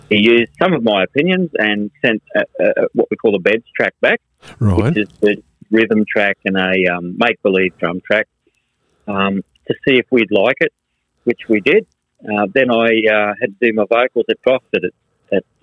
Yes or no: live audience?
no